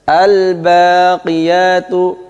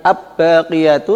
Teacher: al baqiyatu, bukan ab baqiyatu, tapi al baqiyatu, lamnya jelas, lam sukunya dibaca izhar · Shown in: first take